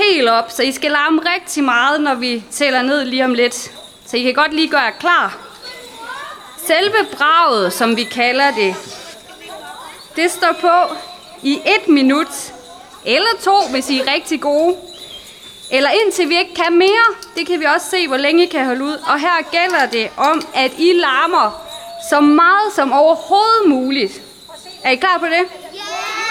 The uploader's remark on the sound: The first of five afternoon broadcasts from the biennial for sound and listening, Struer Tracks, recorded live in a caravan on the town square of Struer in West Jutland, Denmark.